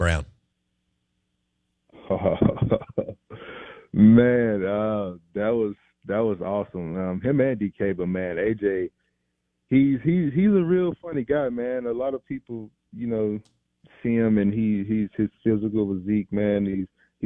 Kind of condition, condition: link, phone line